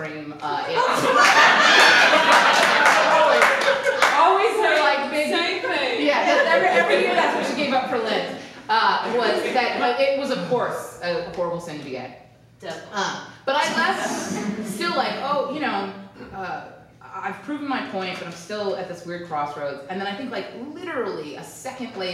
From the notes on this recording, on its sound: Performed live at Comedy Central Stage.